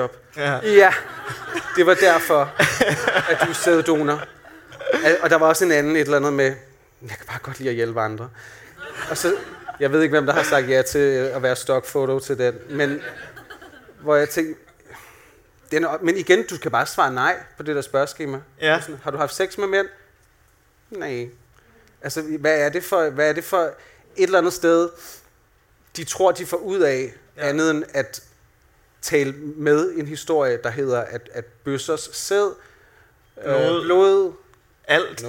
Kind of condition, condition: setting, live audience